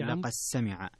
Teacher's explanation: الدال مع السين فيها الإدغام الصغير